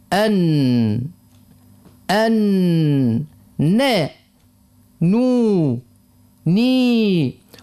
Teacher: مخرج النون هو ما بين طرف اللسان وما يحاذيه من لثة الثنيتين العلويتين تحت مخرج اللام، ويخرج منه النون المظهرة الساكنة.